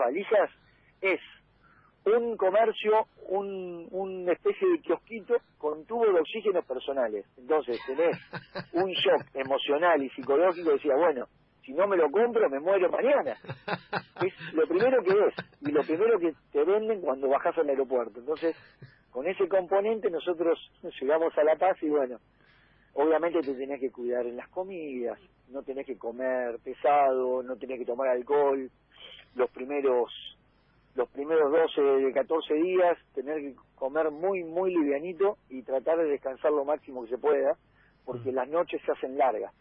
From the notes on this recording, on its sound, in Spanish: En el móvil a distancia